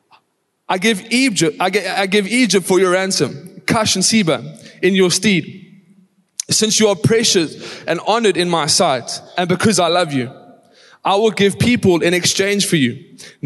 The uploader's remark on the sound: Recorded live on Sunday the 19th March 2023